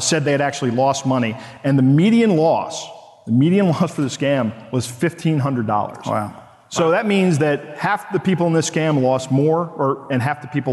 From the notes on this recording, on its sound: Recorded live at the KB4CON conference in Orlando, FL. Takes questions from the audience.